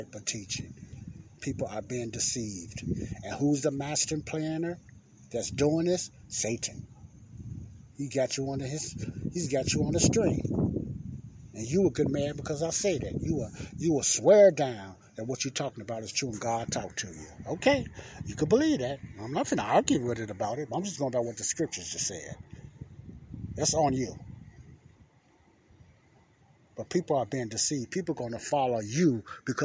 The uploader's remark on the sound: this is my outside talk